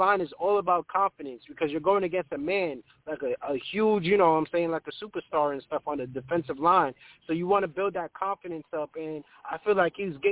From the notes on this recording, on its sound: I take live callers!